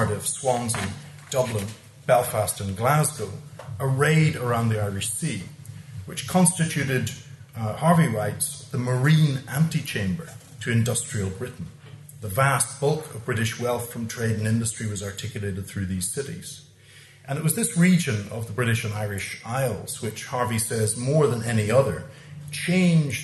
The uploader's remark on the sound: recorded at the Dockland Encounters Symposium.